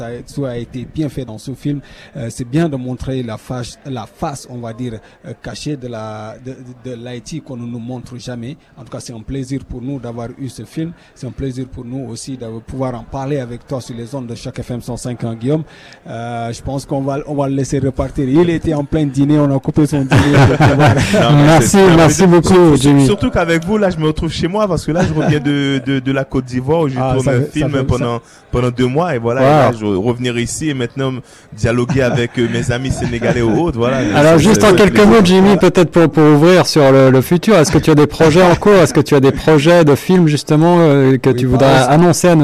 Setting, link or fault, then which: setting, busy venue